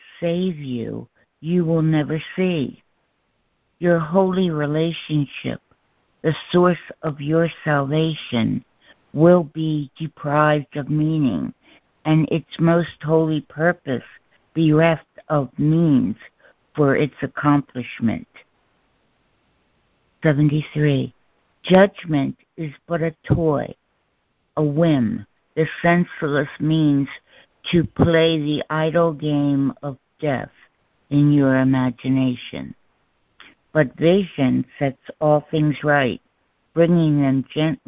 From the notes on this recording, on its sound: ACIM Daily Conference Call